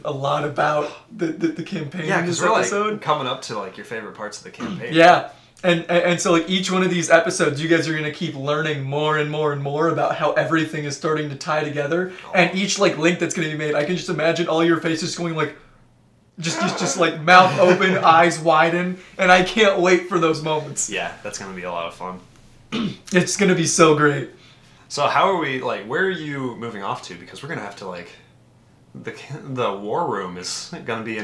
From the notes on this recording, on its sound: Had to use the backup audio for this one